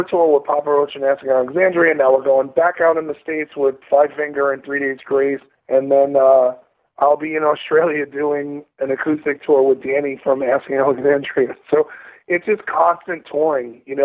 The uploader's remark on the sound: got on the phone